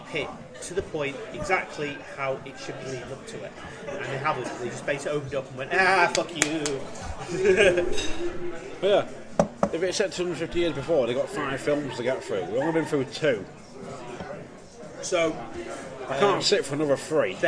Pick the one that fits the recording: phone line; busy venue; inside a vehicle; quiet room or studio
busy venue